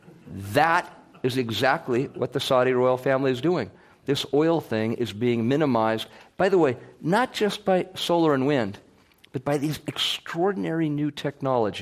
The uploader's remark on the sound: A recent Climate One event. This program was recorded in front of a live audience at the Commonwealth Club of California on May 5, 2016.